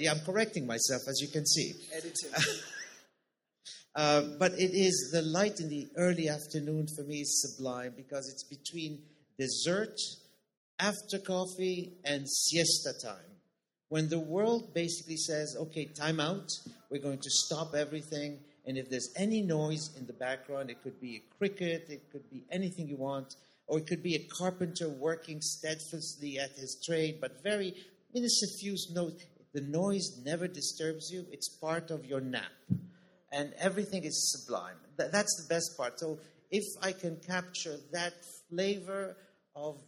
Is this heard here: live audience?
yes